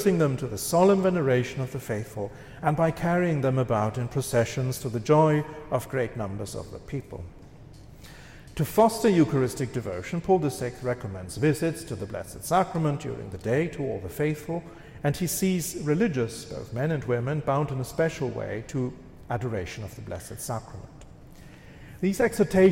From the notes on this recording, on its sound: This lecture was given on September 18th, 2023, at the Thomistic Institute at the Dominican House of Studies.